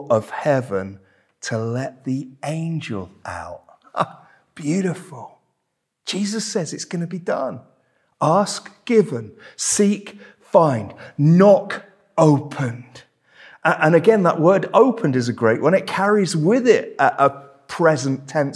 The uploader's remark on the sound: This sermon was preached at Welcome Baptist Church on Sunday.